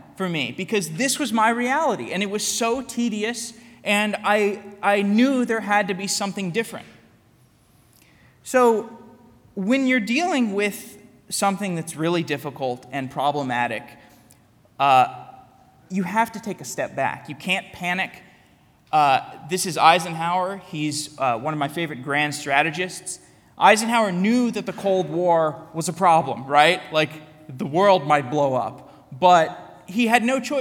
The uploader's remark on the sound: A keynote I gave at Full Stack Tech Radar Day in Tel Aviv. Keynote at Tikal Full Stack Tech Radar Day.